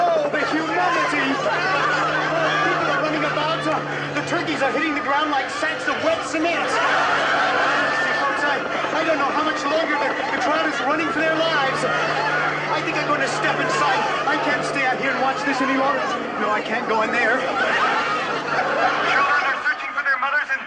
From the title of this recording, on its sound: Live from the Glampsite